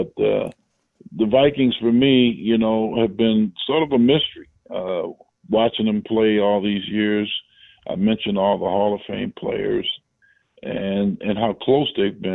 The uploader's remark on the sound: Vikings Round 5 & 6 Conference Calls